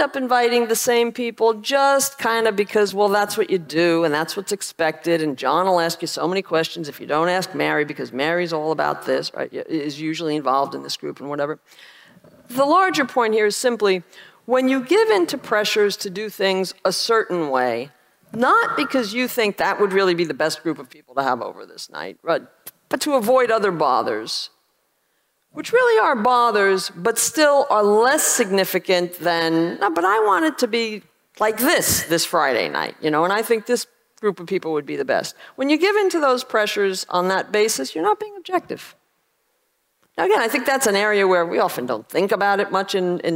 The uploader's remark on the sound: This talk was recorded at OCON 2023 in Miami, Florida